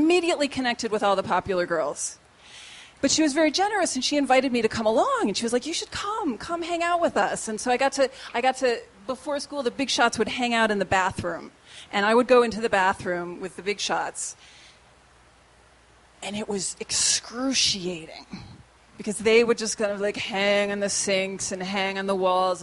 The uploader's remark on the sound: These stories were recorded at The Deer Pile on August 15th, 2013 by our good friends at The Denver Diatribe.